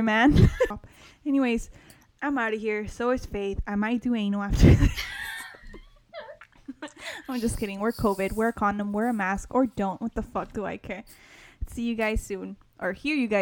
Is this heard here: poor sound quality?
yes